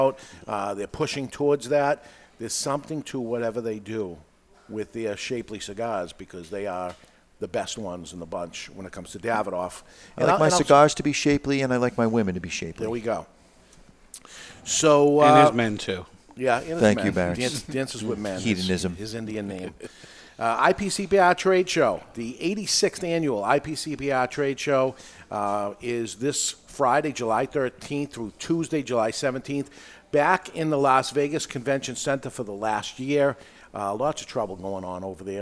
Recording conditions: live audience